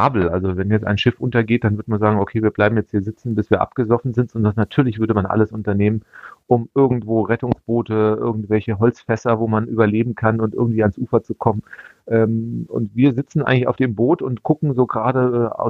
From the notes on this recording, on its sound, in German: Am Telefon sprechen wir mit ihm